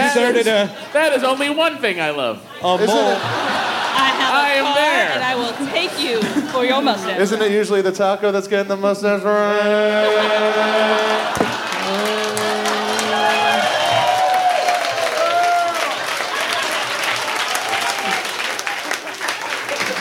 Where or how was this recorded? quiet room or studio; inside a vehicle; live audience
live audience